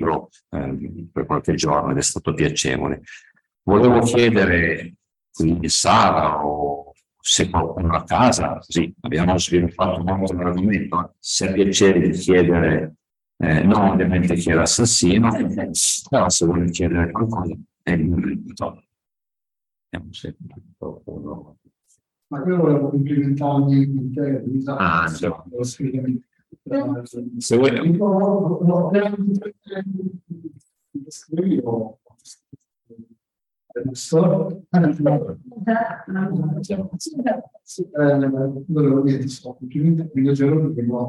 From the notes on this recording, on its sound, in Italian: il libro è stato presentato in diretta Zoom dal comitato cultura UICI (Unione Italiana Ciechi e Ipovedenti) di Torino.